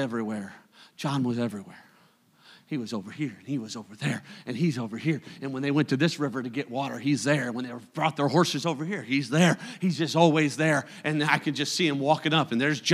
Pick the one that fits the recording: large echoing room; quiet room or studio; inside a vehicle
large echoing room